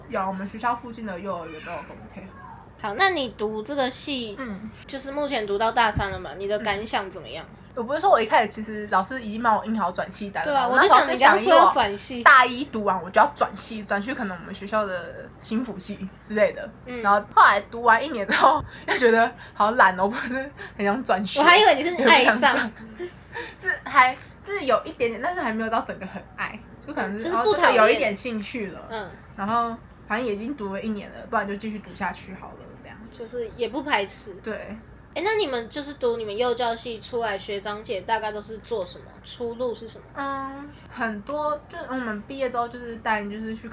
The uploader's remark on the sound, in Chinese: 錄音當天樓下就有兩隻小朋友所以背景會有一些小孩的聲音。